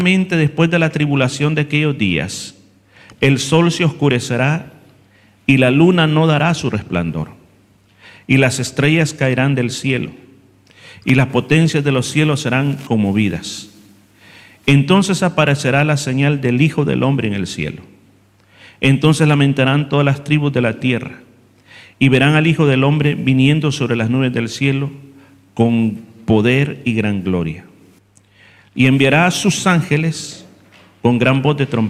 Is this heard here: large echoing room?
yes